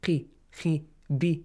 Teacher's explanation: whenever it has a kasra, qi, khi, bi, the same as light letters